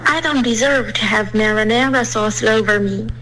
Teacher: Sauce all over 这个 saw 的音丢了，你发成 slow